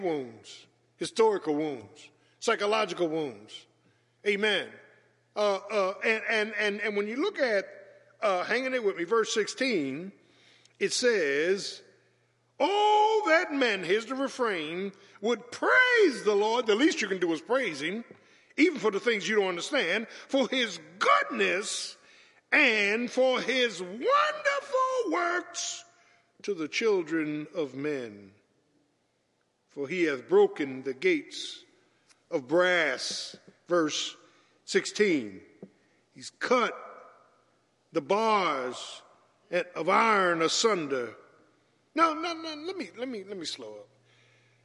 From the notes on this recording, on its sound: Matthew's Baptist Church Sunday Morning Live Stream